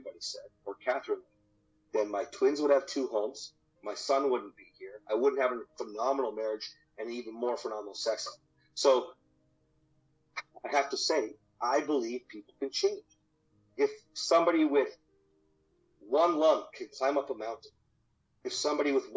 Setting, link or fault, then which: fault, poor sound quality